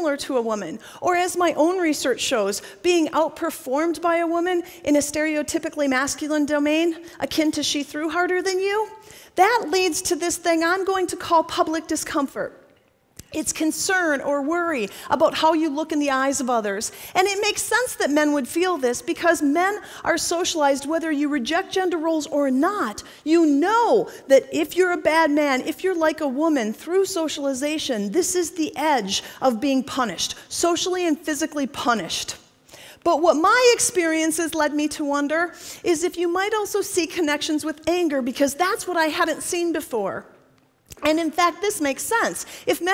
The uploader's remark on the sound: TEDxPSU. This talk was given at a TEDx event using the TED conference format but independently organized by a local community.